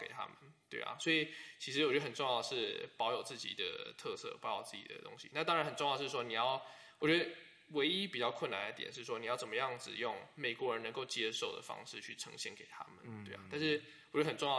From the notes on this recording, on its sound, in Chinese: 可能有時候錄音的地點限制，後製處理如降噪音等後會降低一些聲音，造成部分聽眾的不便。